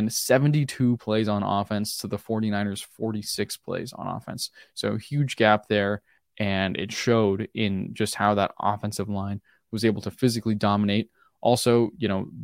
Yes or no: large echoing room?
no